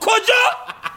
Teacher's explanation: It's the ko and then at the jo, that's where the punch comes. So the ko is the lifting.